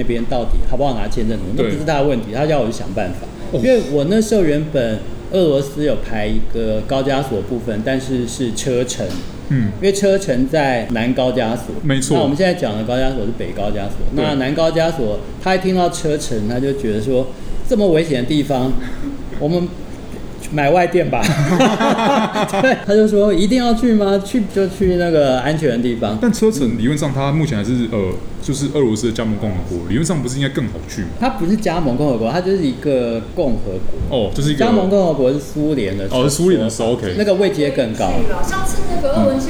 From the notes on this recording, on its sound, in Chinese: 本集白噪音指數：微風級 2/5。就算有隔板的消音、口罩的阻擋、糕餅房傳出的砰砰碰碰聲，及梅花座的難題。在貼合主題的【明星咖啡館】現地錄音！錄音地點： 明星咖啡館 - Cafe Astoria。